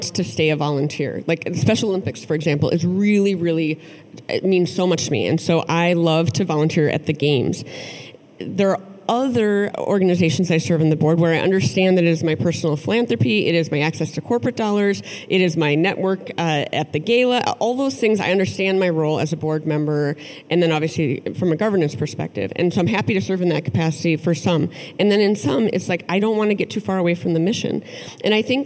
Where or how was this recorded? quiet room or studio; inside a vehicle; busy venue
busy venue